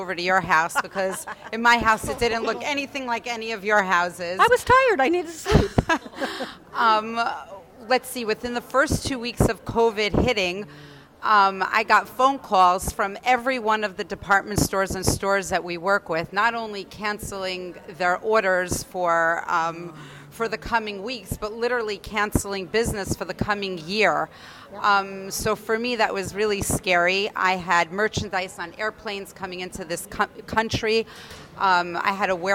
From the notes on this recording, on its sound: Live From The Edison Hotel Times Square.